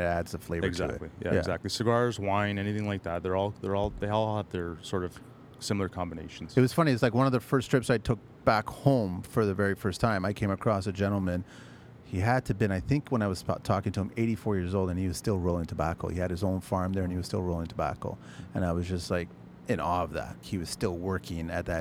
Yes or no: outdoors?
yes